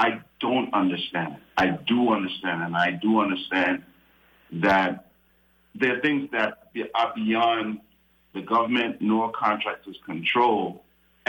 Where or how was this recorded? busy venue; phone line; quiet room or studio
phone line